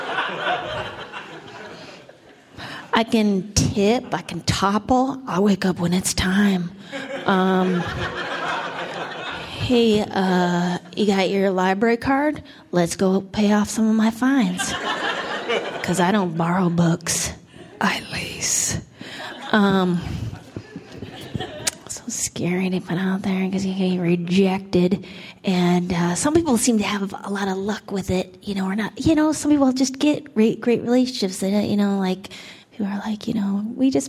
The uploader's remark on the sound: A standup set. Recorded at our last Laugh Night, a benefit for Art Share in Los Angeles.